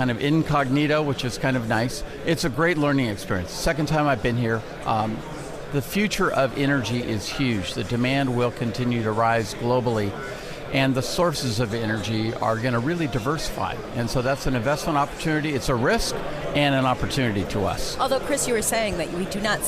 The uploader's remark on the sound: Live from the 2017 Future of Energy Summit